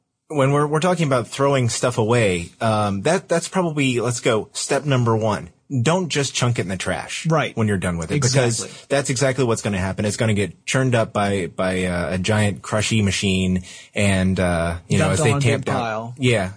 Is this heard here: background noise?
no